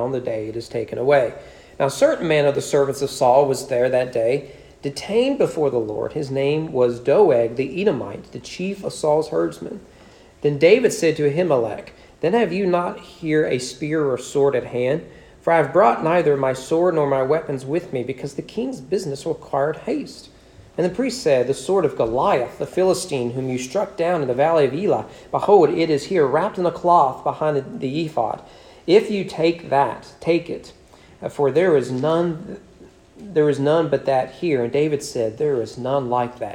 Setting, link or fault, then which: setting, large echoing room